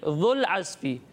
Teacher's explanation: ذال میں سیٹی کی آواز نہیں آئے گی